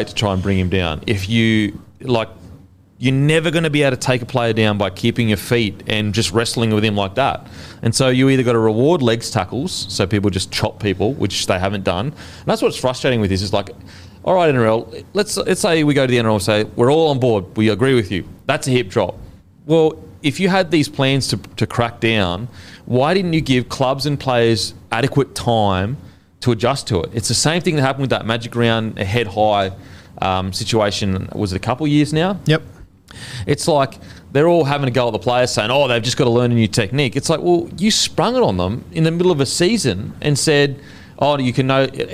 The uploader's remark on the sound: Our review of the Sharks V Cowboys game with our live audience.